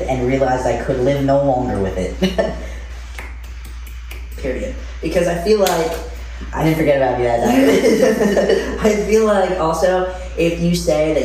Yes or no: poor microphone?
yes